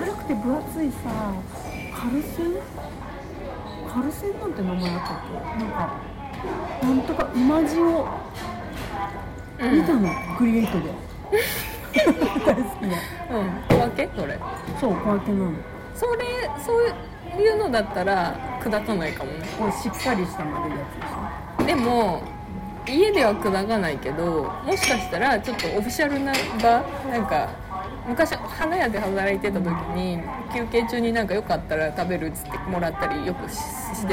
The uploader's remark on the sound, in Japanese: In MILK（生クリーム専門店）。店内の雑音が結構うるさいかもしれませんので、。